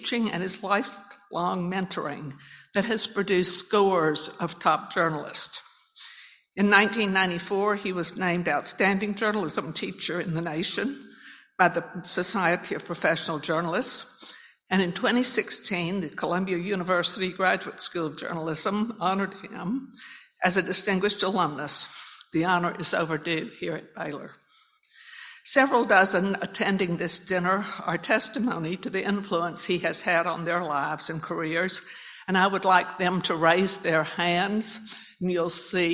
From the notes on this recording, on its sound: acceptance speech as a Distinguished Alumni for Baylor Line Foundation's Hall of Fame 2022